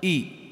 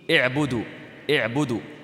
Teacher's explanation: مضمومة، مثل أعبد، أعبد ثالث الفعل مضموم وضمته ضمة لازمة وأصلية، فعند النطق بأعبد نقول أو ولا نقول إي · Shown in: second take · Term: الهمزة مضمومة